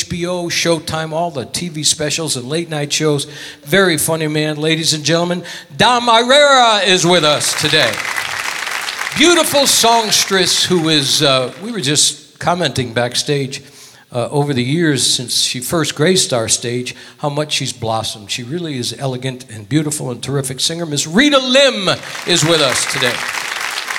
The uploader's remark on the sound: Live at the SouthPoint Casino